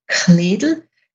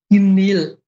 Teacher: Je weiter wir nach Osten kommen, desto weniger behaucht klingt das K · Shown in: second take